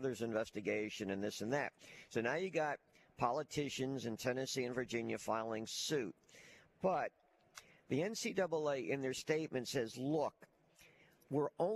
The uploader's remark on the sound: live from the Senior Bowl on a Thursday edition